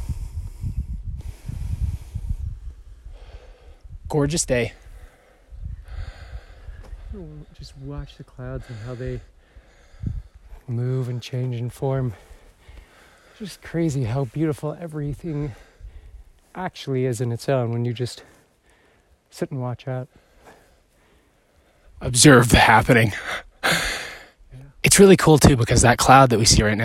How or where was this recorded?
outdoors